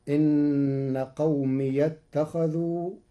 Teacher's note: بفتح ياء الإضافة وصلا في كلمة قومي فتصير إن قومي يتخذوا في لغة بعض العرب.